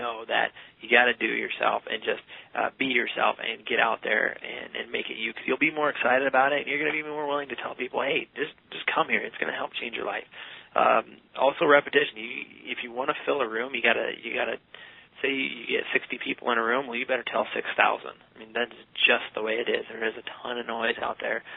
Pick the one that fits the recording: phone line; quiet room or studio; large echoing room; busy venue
phone line